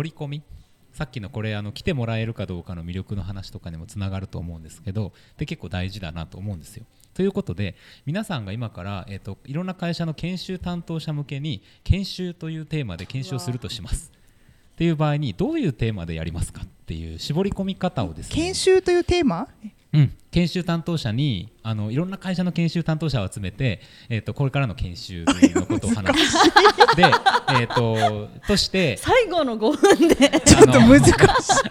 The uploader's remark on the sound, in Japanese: 博多南駅前ビルの3階にあるシェアオフィス「博多南しごと荘」主催で開催されている、当事者同士の内輪話を覗き込むトークイベント「しごとのよりあい」。3回目は、ほぼ無観客で行われた中での質問コーナーです。博多南駅前ビルで収録したものです。